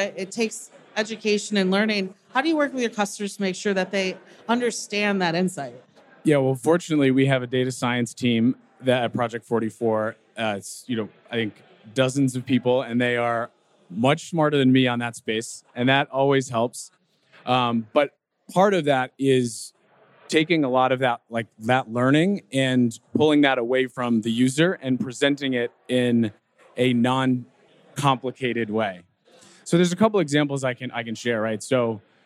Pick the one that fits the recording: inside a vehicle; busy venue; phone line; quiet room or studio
busy venue